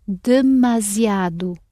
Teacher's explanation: the S is between two vowels, so it sounds z